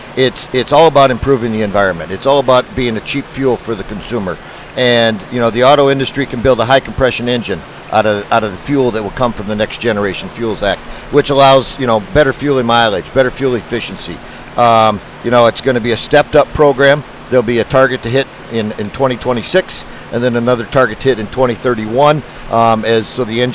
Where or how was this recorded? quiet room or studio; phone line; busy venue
busy venue